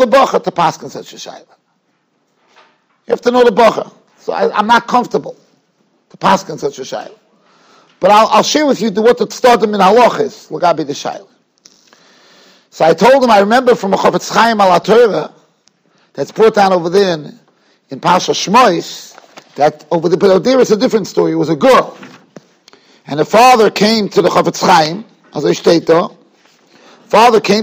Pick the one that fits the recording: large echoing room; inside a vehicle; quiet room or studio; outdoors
large echoing room